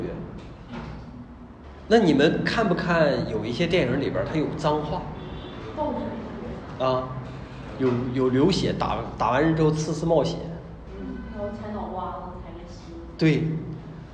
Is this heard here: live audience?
yes